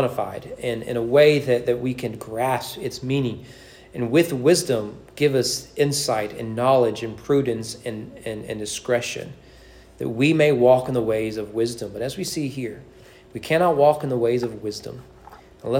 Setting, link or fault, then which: setting, large echoing room